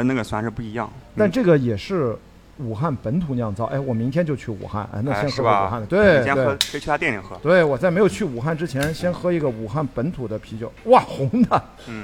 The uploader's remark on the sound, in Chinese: 两人在上海浦东区的同派酒店大堂餐吧的圆桌上，就边喝边聊。同样一刀不剪，可能听到最后，已经能感觉出我俩已经开始大舌头了。